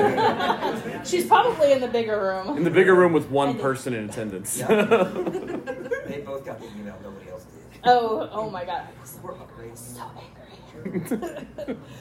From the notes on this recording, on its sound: Live GenCon Panel. Darker Days Radio is hosting this panel discussion for players and storytellers.